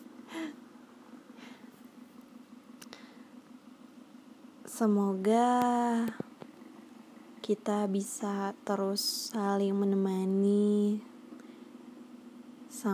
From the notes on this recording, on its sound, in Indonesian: Aku belum bisa edit rekaman yang ngilangin noise dll gitu jadi ini sangat terjamin keasliannya.